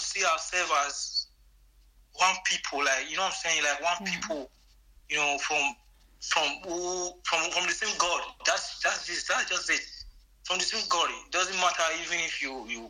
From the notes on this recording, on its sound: Via phone from Limatola, Italy.